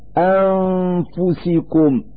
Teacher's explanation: نلفظ النون الساكنة من كلمة أنفسكم من مخرج الفاء من ذات الكلمة أنفسكم · Term: إظهار الغنة